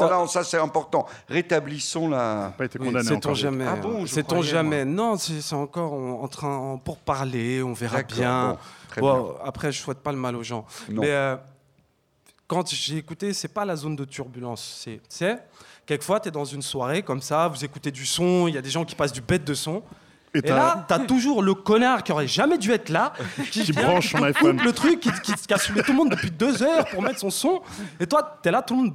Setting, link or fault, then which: setting, live audience